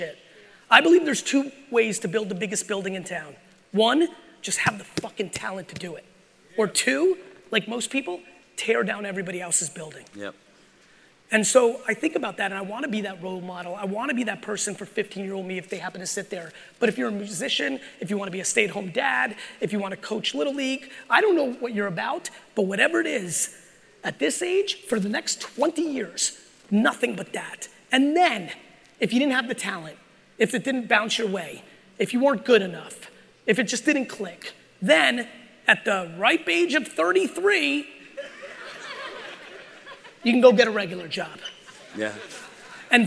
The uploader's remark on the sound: part 2 of my keynote from the Aspire conference in San Diego, California.